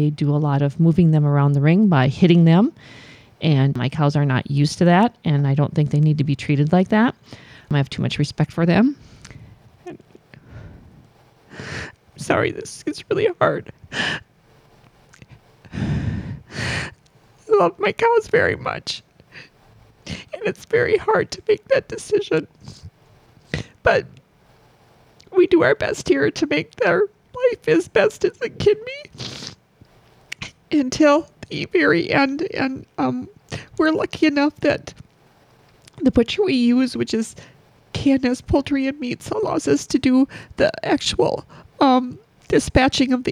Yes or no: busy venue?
no